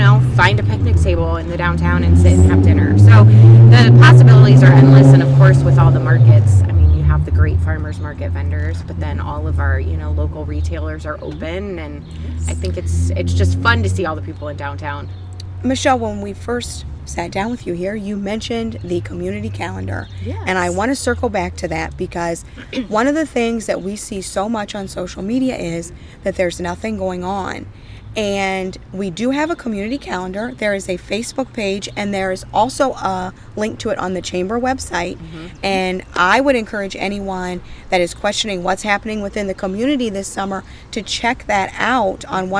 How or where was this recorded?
outdoors